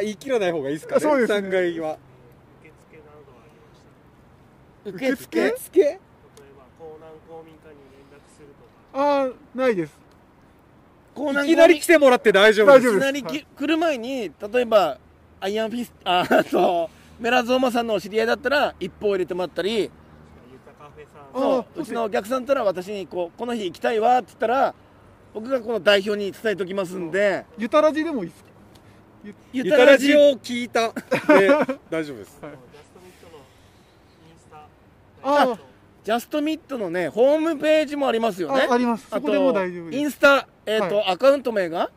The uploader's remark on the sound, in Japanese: 焚き火で公開録音&生配信。緑溢れる野外で公開録音とインスタライブとYouTube収録のメディアミックス特別版！ウグイスの鳴き声と焚き火の爆ぜる音（時々暴走音）でリラクゼーション効果倍増の特別版。